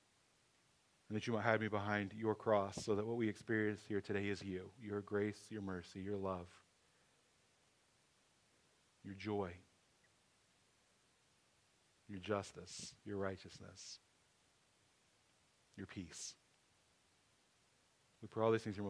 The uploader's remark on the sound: Sermon audio from 11/26/23